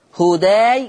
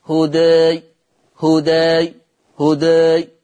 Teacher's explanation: انا لو عايز افتح الفك عايز احقق حركة فتح للحرف، المسار الطبيعي للفتحة بتاعي بفتح الفك لأعلى. طب انا عايز اعمل تقليل افتح الفك بقى مش لأعلى، ابتدي اميل بالفك بتاعي بالعرض · Shown in: second take